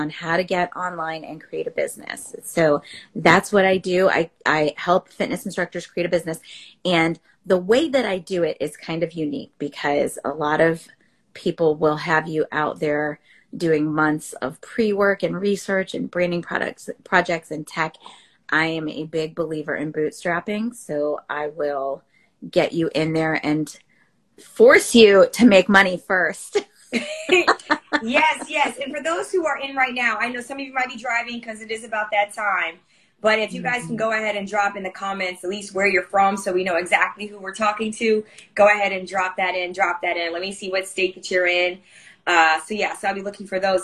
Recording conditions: video call